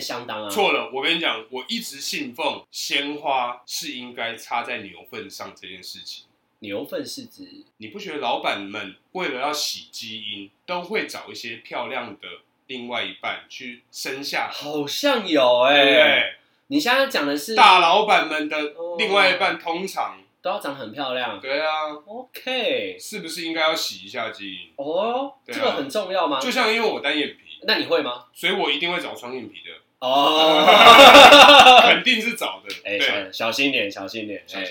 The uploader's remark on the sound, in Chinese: 本集於配備升級之前錄製的, 聲音上需要大家的體諒。